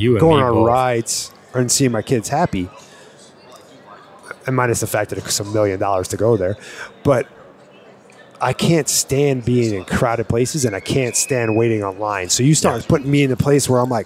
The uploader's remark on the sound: live at hunt Expo